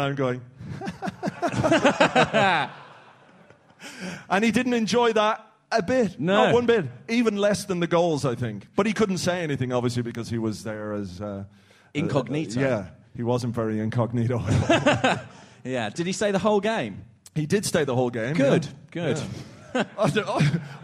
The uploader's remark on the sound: Live from The Garage. This week's Arsecast Extra was recorded last night at The Garage Highbury & Islington. A live audience.